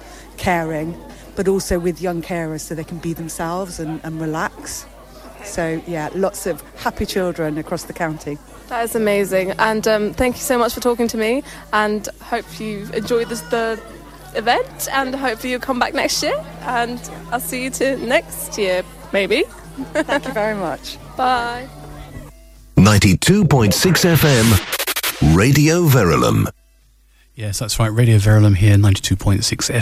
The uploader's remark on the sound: This programme features recordings of the 2017 Awards for the Dragons' Apprentice Competition in Welwyn-Hatfield and interviews with some of the school teams involved.